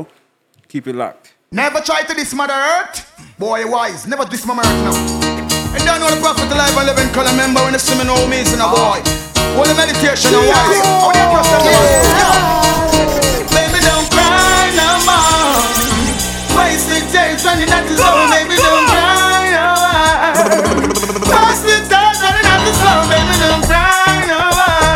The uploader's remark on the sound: Live audio recording. On Jahkno Radio.